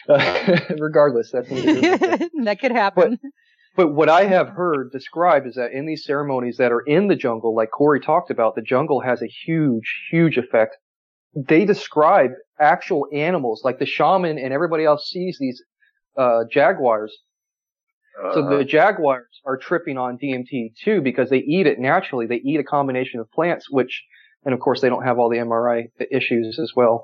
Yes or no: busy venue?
no